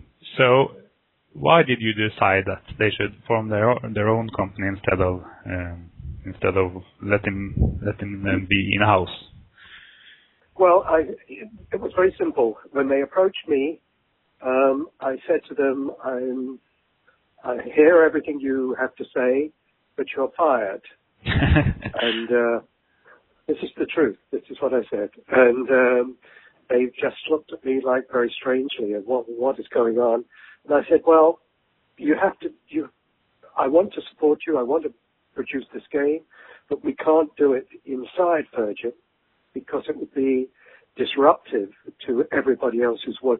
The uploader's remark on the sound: The interview was conducted over the phone.